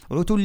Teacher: لما نضم الشفتين مع حرف العين وحرف التاء ما نرجعش للكسرة إلا في آخر لحظة، فنقول عتل باش يبان تتمة الحركة.